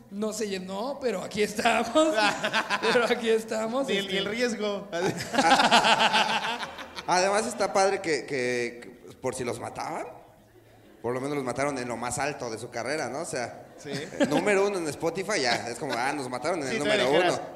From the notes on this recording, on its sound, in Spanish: Anecdotario directamente en vivo desde Culiacán.